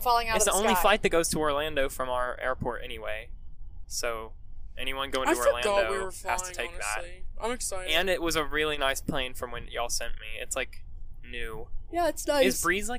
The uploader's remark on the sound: Live From the Road. This week we're discussing some recent park news and pipe dreaming a bit, live from the Tesla.